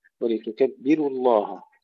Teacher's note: ترقيق الراء مع تفخيم لفظ الجلالة لأن قبله ضمة